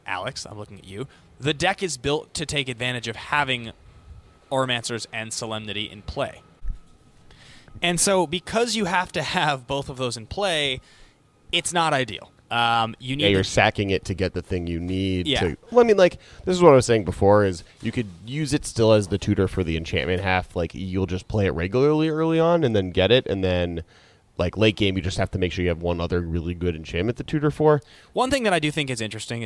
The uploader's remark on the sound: “Live” From the Dallas Toy Fair